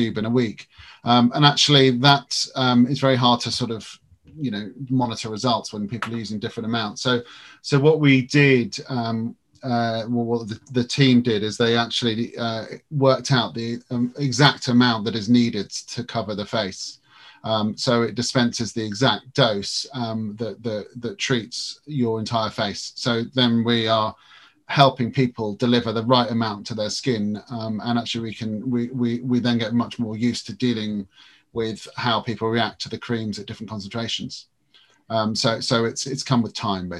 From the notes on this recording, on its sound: this episode was recorded via video call as lockdown restrictions meant we couldn't record in-person so there may be inconsistencies with sound